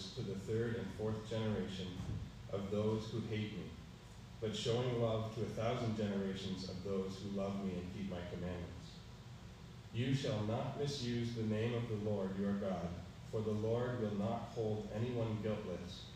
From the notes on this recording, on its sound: Preached on March 13, 2022 at EBC